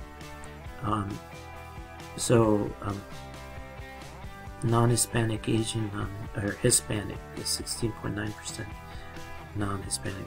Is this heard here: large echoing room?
no